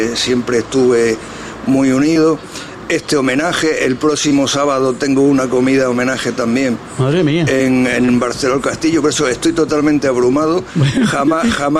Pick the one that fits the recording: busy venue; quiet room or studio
busy venue